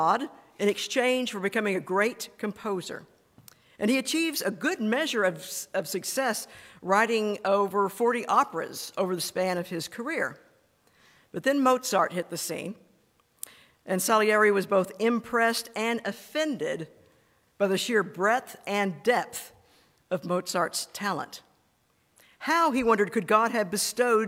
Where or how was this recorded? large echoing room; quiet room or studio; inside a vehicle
large echoing room